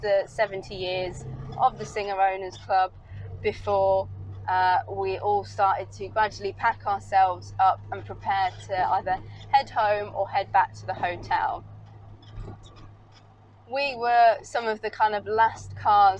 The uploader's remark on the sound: all recorded from my 1968 Morris Minor, Peggy